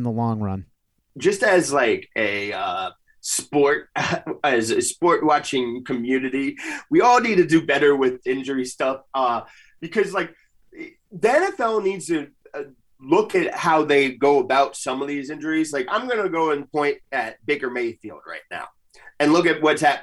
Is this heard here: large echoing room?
no